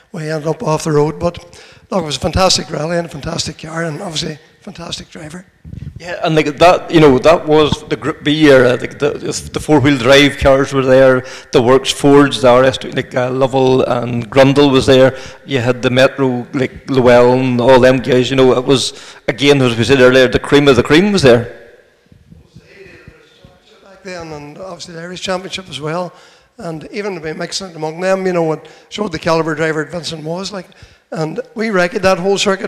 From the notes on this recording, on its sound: Recorded in front of an audience. Held in the magnificent setting of the The Stables motorsport museum in Donegal.